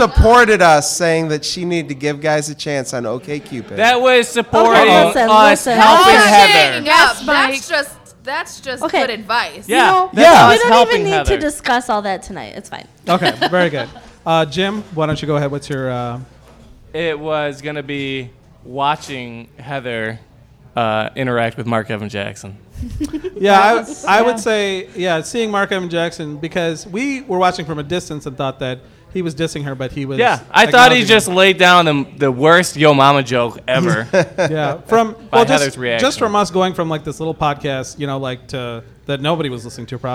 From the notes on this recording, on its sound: Our annual live episode where we bring back guests from past seasons. Coming to you from the Ghost Light Hamtramck.